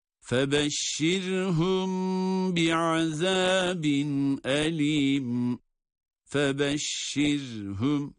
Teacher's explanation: Ra cezimli, kendinden önceki hareke esr olduğu için ra'yı burada ince okuyoruz. Febeşşirhum bi'azabin, zel peltek, azabin elim.